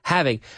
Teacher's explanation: Remember, the H in English is softer. It's not like the jamón jabugo, the la J. It's not quite the same.